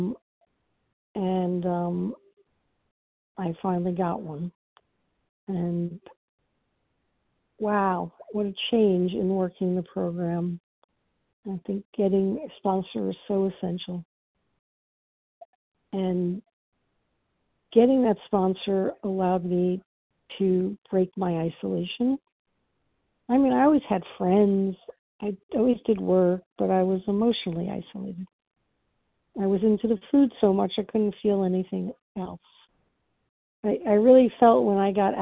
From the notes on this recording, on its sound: from the 100 Pounders Phone Meeting, 2/24/23